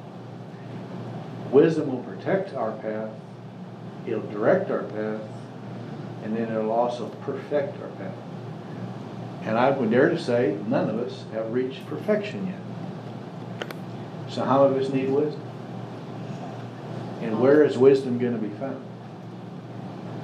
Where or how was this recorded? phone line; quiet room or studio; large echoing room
large echoing room